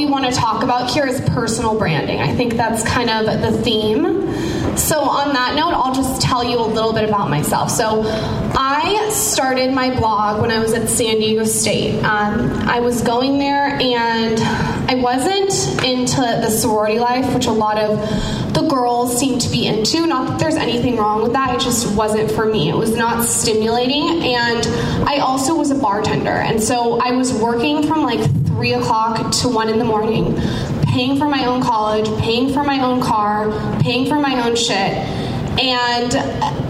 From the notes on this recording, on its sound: They showcase their speech at The Collective Conference, that was hosted at the Trunk Club offices in Los Angeles.